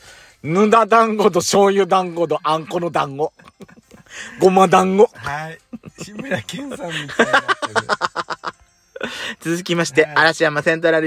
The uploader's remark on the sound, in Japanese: 2人組。パーキング収録。